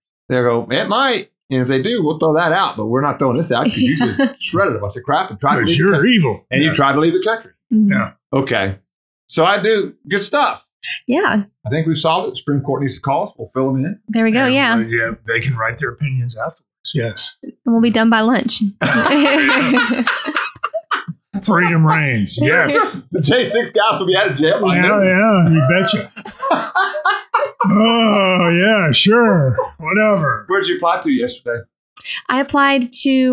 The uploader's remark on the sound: This is a version that I worked hard to fix the audio so I apologize for the first one I think this one is better.